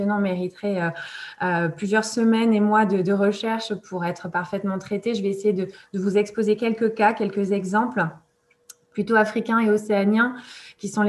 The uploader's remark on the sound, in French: Enregistré sur Zoom le 4 février 2021.